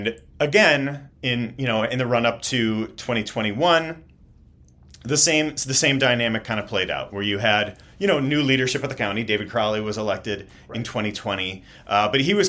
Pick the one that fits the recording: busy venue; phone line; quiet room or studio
quiet room or studio